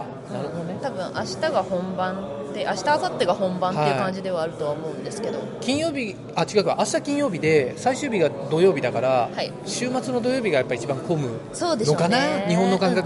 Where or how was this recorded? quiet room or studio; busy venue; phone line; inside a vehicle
busy venue